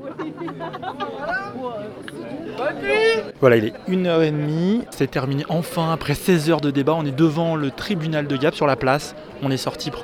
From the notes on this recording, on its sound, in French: Radio Parleur était dans la salle d'audience et devant le tribunal où s'étaient réunies plus d'un millier de personne pour soutenir les accusé.es. Reportage à Gap.